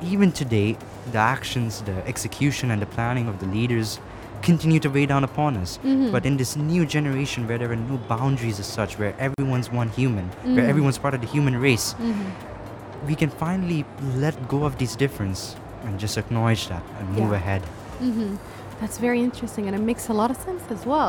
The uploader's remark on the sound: Live from SIBF 2022.